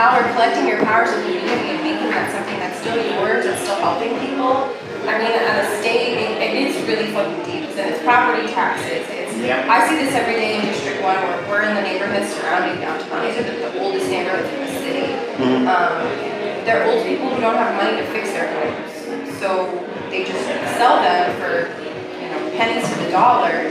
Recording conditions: busy venue